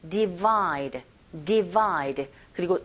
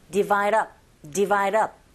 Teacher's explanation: 자음의 소리로 끝나고 모음의 소리가 연결되면 there's a liaison. 연음 현상이 일어나죠. · Shown in: second take